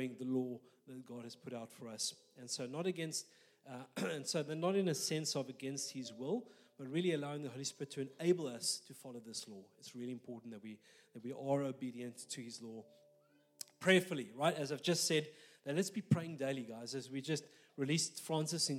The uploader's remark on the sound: This message was recorded live at our Malmö Gathering on Sunday, June 4th, 2023.